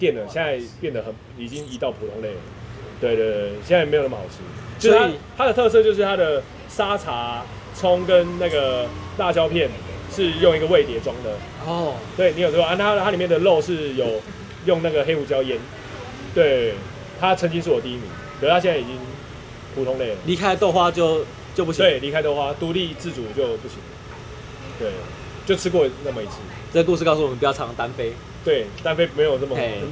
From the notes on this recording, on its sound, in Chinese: 錄音地點：牽咖啡 Chen Coffee